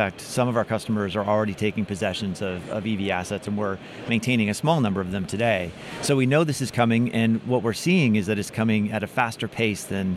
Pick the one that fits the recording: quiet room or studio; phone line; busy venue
busy venue